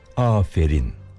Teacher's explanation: Baştaki A uzun söylenecek. Sonra sondaki ünsüz harf M değil N olacak.